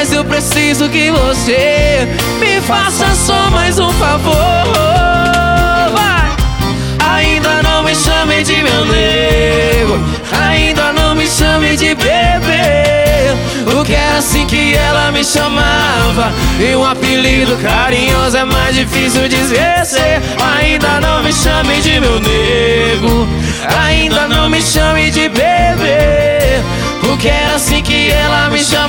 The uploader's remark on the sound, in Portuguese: Álbum gravado ao vivo